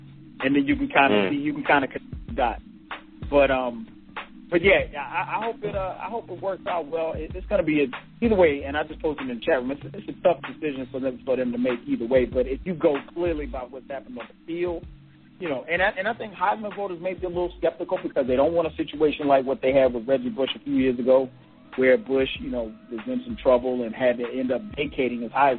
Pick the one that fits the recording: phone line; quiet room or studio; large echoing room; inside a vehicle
phone line